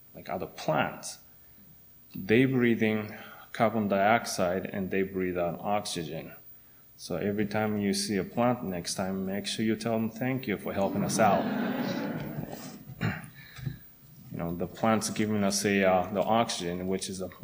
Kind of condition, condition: setting, large echoing room